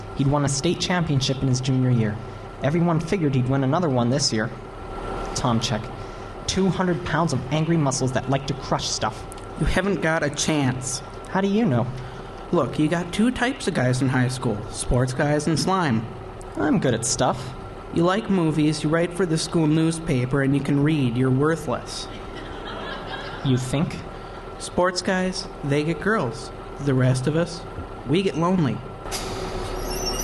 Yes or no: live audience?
yes